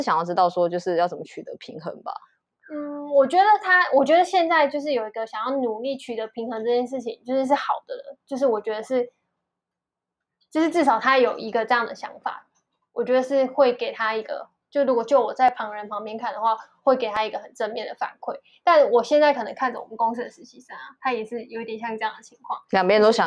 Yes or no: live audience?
no